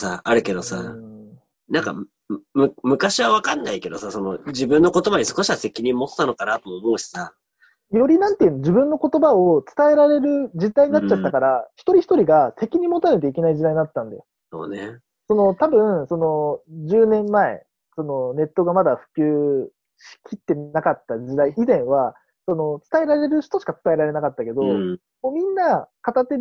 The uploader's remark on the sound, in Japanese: ZOOMにてコラボ収録をお送りします